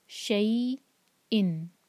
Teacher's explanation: شین کے فتح کو یا سے جوڑا شئی اور پھر کٹ آف ساؤنڈ حمزہ کا ان